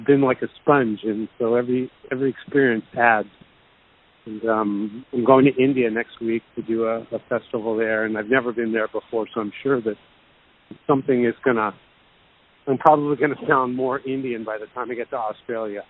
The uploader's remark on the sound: called in ahead of his Australian Tour